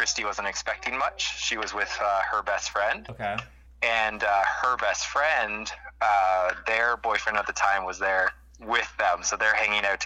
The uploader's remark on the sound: call friends and family live on the air